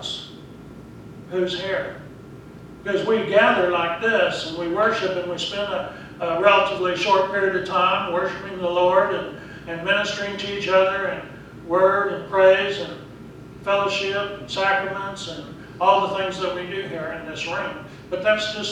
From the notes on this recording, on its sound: Preached at Briensburg UMC on October 6, 2019